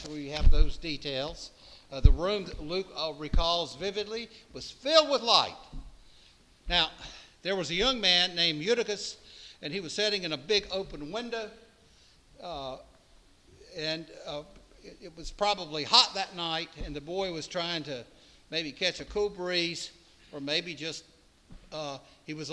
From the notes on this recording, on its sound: preached at All Saints Anglican Church in Charlottesville, VA on September 24, 2023